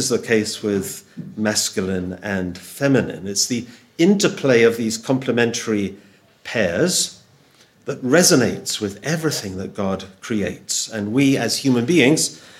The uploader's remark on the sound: Audio from a sermon in Hatch End